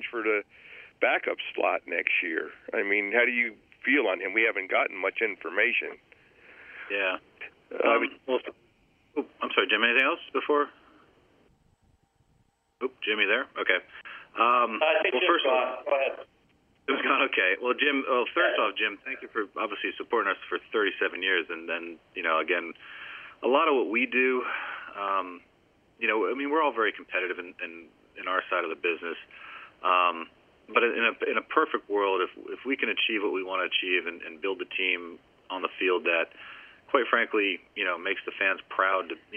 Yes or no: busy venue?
no